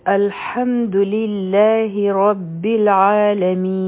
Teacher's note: رب العالمین دا هم مدی عارض لسکون دی، دا به څلور حرکه راکاږو، او نون چې دی نو دا به واضحه کوو.